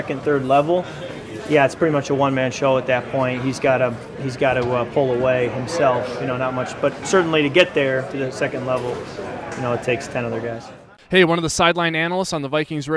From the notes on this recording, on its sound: Listen in to the locker room sounds and press conferences